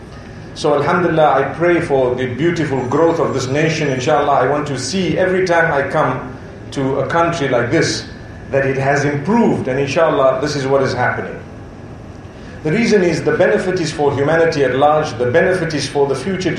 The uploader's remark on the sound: A speech delivered at a welcoming banquet in Colombo, Sri Lanka before the commencement of the Building Bridges series.